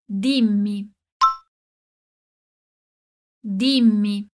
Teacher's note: lembra de demorar um pouquinho no som do M. Repete comigo, dimmi. · Term: duplas consoantes